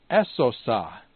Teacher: And this is a sibilant. And so the two sibilant collide, reducing to a sigma